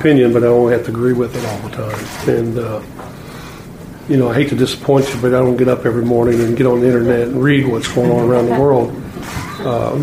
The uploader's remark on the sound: Was introduced as the Indiana Pacers’ 15th head coach in franchise history at a press conference on Monday afternoon.